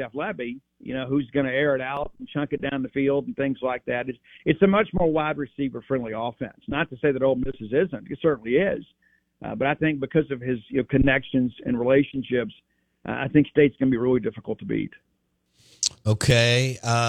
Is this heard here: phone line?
yes